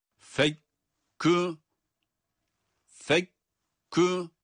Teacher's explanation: Yani fek dedik, orada bir ses yok, sesi hapsediyoruz.